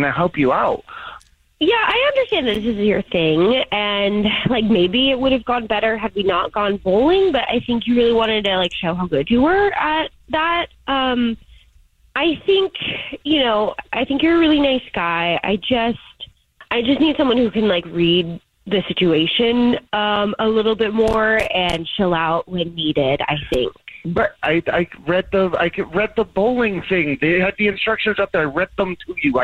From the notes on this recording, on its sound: We get that other person on the phone to see why they're "ghosting". We have a guy on the phone.